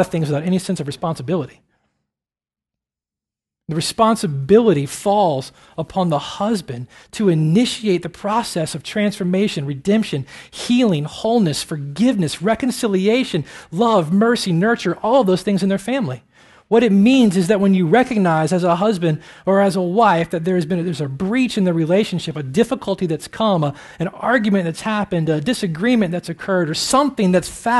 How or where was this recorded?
large echoing room